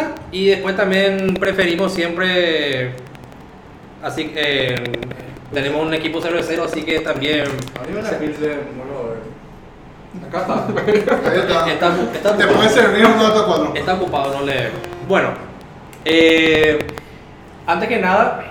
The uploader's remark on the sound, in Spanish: Pedimos disculpas por las dificultades técnicas